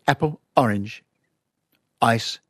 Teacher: we put a glottal stop before it when we pronounce a word that starts with a vowel. And the glottal stop is made by closing off your voice box, which is in your throat.